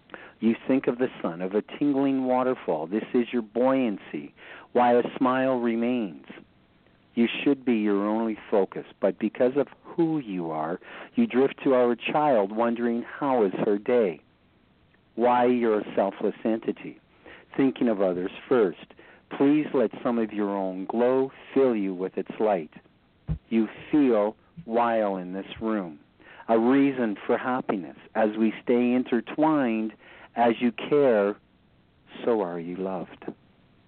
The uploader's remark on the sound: who called in to share poems today